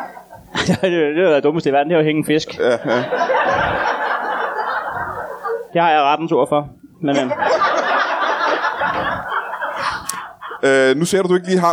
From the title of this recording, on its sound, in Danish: LIVE fra Kolding